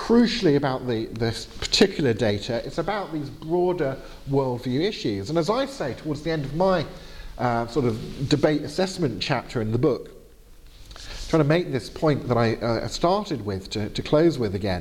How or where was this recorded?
large echoing room